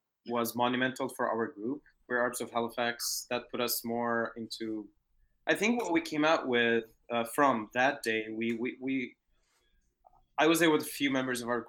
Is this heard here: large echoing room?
no